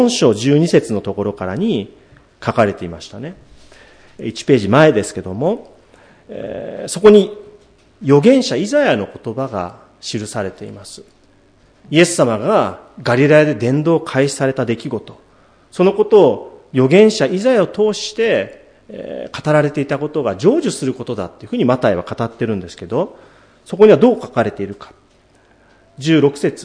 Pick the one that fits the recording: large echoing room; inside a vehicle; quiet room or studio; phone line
large echoing room